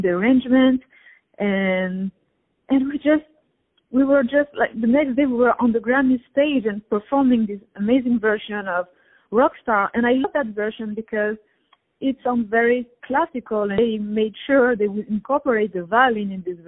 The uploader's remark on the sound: On the phone